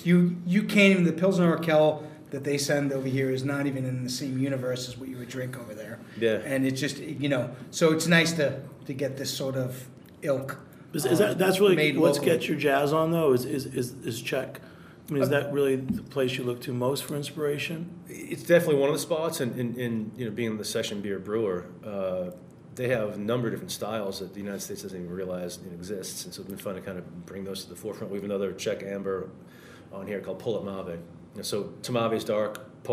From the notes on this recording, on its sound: a special segment recorded at Notch Brewery in Salem, Massachusetts